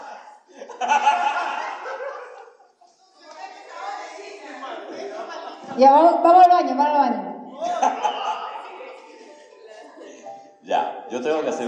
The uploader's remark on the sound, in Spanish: (en vivo). En esta ocasión, le traemos un episodio grabado de forma Clandestin. Y lo hicimos 'old school', con pita y grabadora. Así que la calidad del audio no es tan chévere.